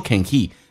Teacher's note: Can 跟 he 可以有一个连音，你可以说 canhe，你也可以把 h 音去掉用 n 进行连音